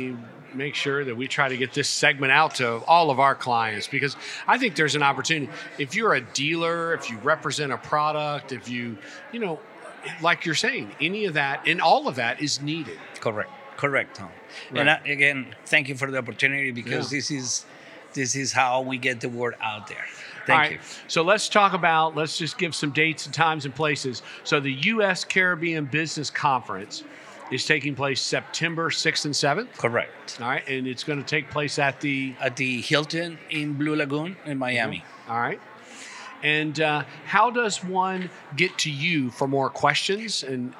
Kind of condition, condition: setting, busy venue